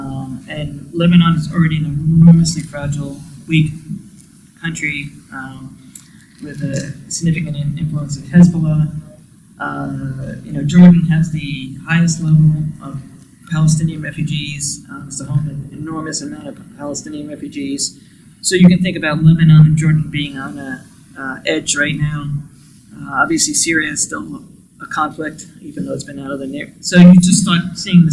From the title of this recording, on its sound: Event Recording